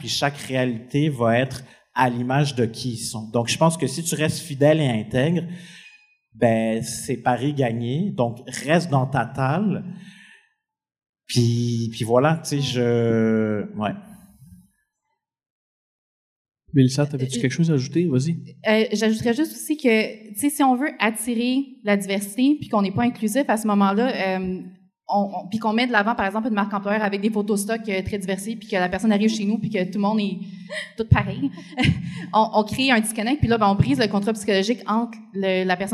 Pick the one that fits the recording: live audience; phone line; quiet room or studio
live audience